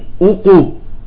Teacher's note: فيبقي الشفتين تمام مضمومتين، فعندها تخرج القاف المقلقلة مضمومة، يقول لا أقسم أقو ما طلعت مضمومة، وهذا خطأ.